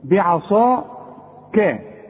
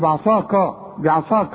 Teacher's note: العين خليها مرققة، الكاف مرققة، الصاد هي مفخمة